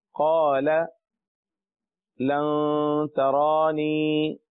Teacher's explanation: را کو پر پڑھیں کیونکہ اس کے اوپر کھڑا زبر ہے